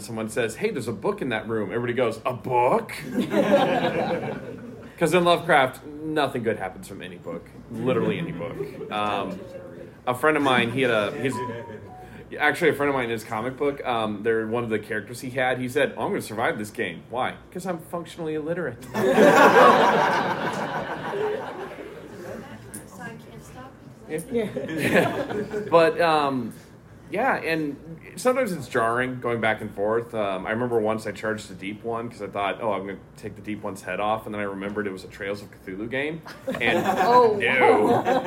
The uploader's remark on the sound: Live GenCon Panel. Darker Days Radio is hosting this panel discussion for players and storytellers.